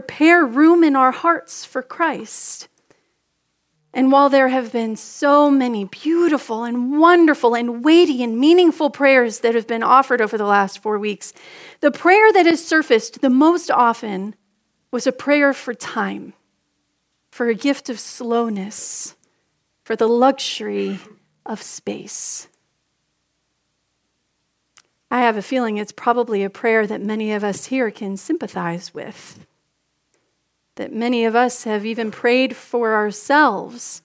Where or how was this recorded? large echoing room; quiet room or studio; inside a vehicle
large echoing room